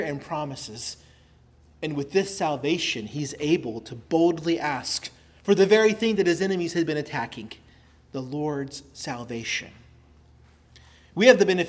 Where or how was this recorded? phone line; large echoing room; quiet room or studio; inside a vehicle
large echoing room